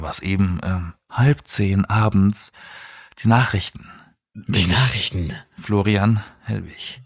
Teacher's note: das ist zu hauchig, wie ich geredet habe, weil ich habe öfters mal die späten Nightline-Sendungen gemacht.